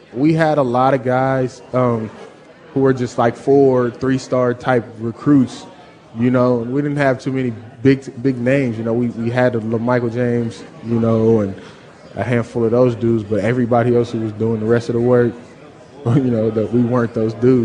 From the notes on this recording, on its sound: live at Pearl Bar and Dining